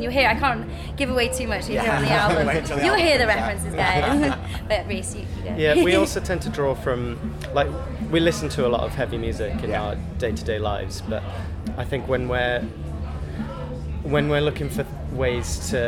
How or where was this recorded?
busy venue